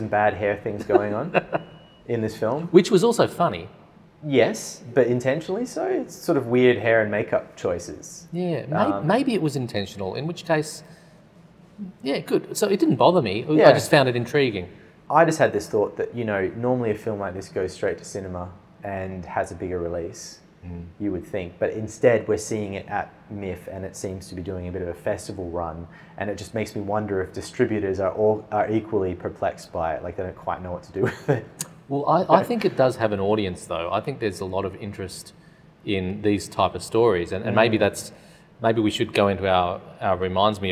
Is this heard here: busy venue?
yes